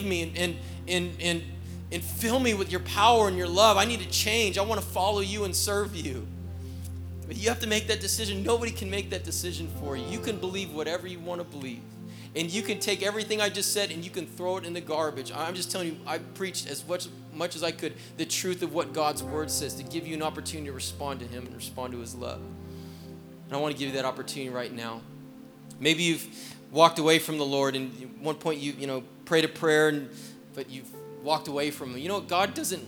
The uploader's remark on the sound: was preached on October 31st at the 11:30AM service